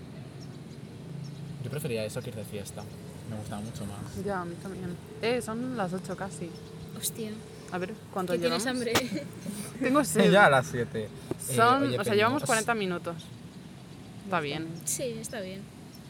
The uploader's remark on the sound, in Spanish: Episodio grabado en el parque